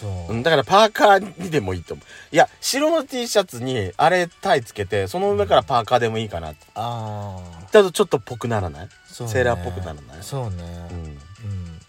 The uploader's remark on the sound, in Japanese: パーキング収録